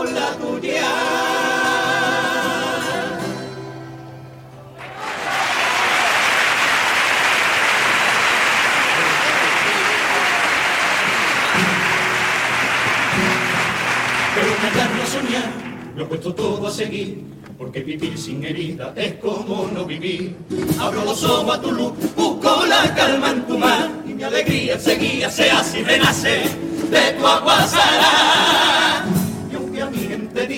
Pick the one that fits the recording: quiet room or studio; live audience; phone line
live audience